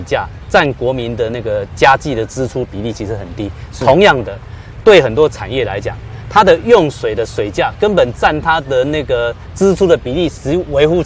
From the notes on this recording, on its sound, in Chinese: 雲林古坑乾旱現場